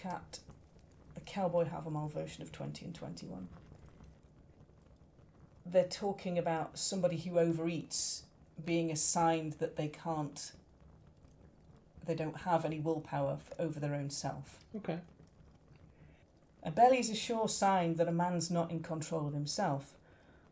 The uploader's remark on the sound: Background fire ambience